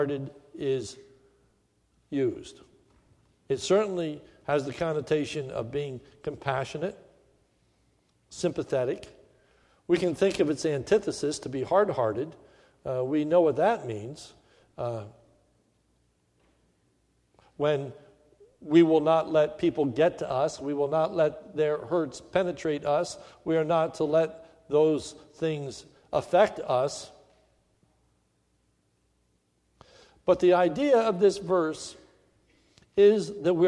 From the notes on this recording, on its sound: This is a sermon recorded at the Lebanon Bible Fellowship Church in Lebanon, PA om 8/14/2016 during the morning service